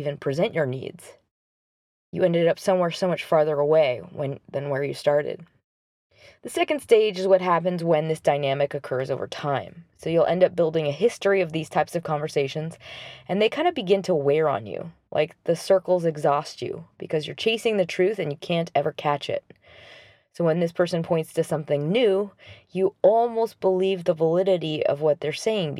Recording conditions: inside a vehicle